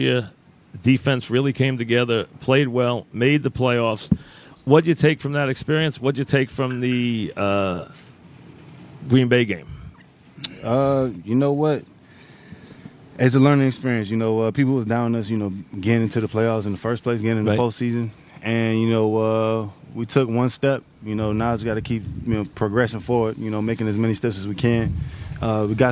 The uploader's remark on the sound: live from Giant camp